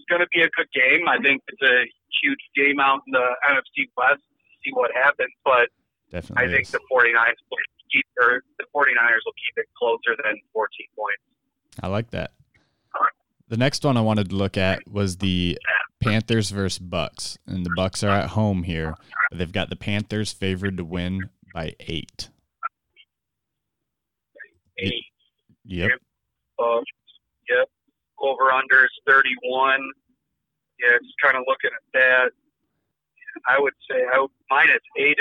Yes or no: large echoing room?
no